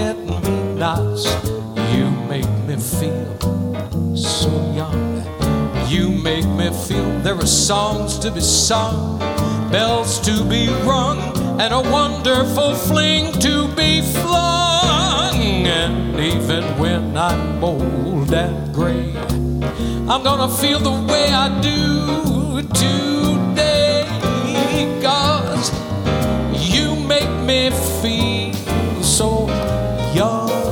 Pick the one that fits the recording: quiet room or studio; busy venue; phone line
busy venue